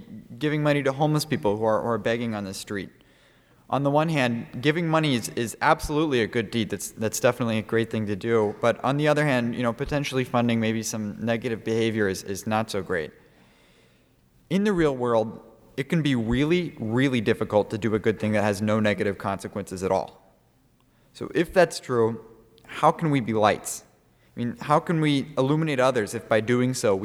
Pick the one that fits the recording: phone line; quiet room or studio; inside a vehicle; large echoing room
large echoing room